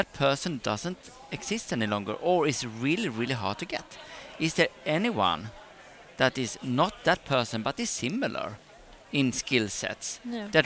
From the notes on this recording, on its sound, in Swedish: Du lyssnar till en livepodd från Ingenjörsdagen den 9 november i Göteborg.